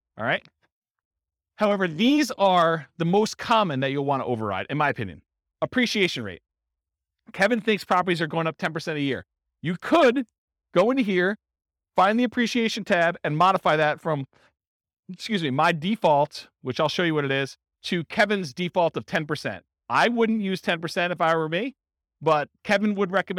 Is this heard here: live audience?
yes